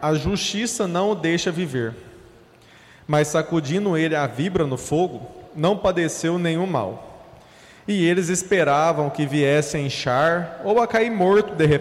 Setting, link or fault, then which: setting, large echoing room